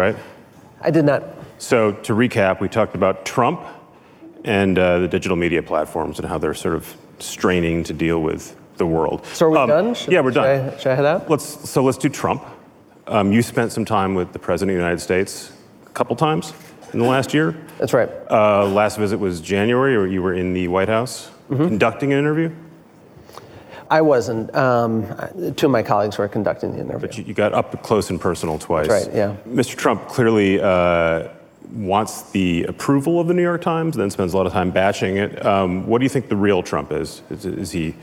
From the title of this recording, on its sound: at the Code Conference